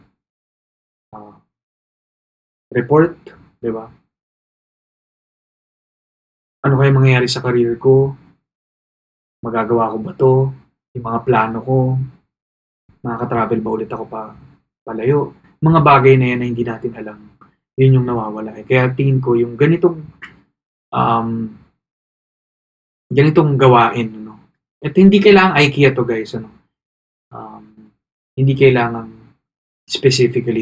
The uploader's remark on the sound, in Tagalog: Isang gabi, umupo lang ako at nagsimulang mag-record. Ni hindi ko nagamit ang malinaw kong mic.